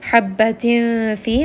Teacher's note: Habbatin fi, this is going to be ikhfa, so I am going to hide this noon sound within the next letter, which is fa. Fi, 2-count mad.